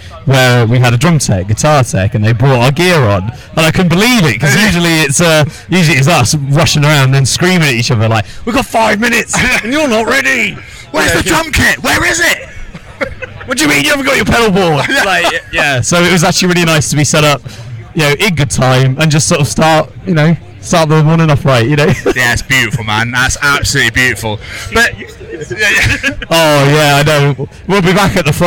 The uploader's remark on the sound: Live from Bloodstock 2023.